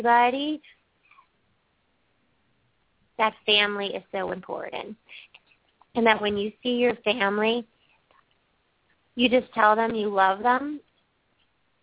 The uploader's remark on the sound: open up the lines for listeners to call